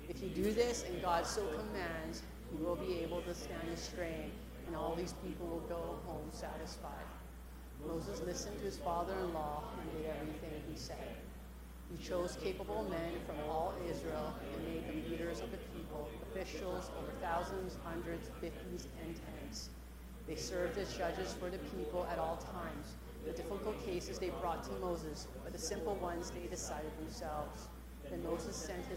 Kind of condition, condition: setting, large echoing room